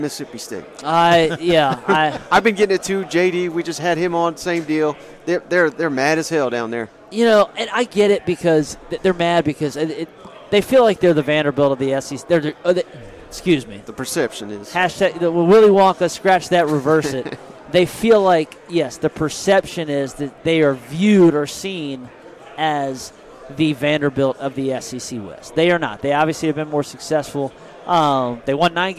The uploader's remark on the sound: We hit on a ton of SEC topics during a live interview at 2023 SEC Media Days.